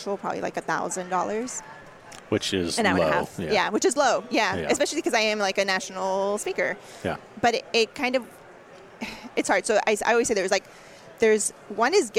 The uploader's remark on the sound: We deliver a highly requested episode in a roundtable format, recorded at ADA SmileCon.